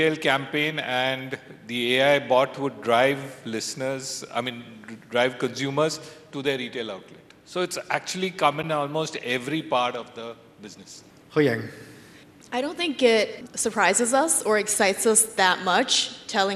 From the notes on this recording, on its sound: At this Radiodays Asia international conference on September 6. A panel of guest speakers.